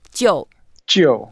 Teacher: Jiu is the fourth tone, so we go down and make it a bit longer, a bit angry, a bit dramatic.